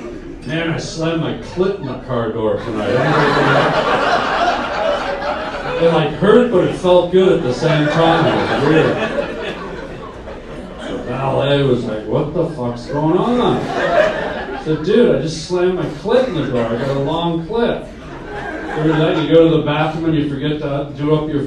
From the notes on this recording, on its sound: LIVE STAND UP COMEDY. Due to some tech issues the Pod will be shorter this week.